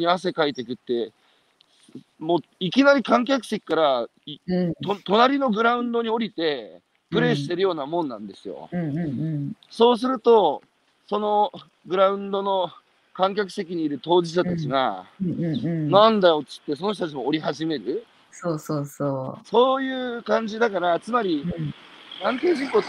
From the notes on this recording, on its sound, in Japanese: 歩きながら1時間、対談する